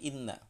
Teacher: nunnya itu tasdid berarti tahan dua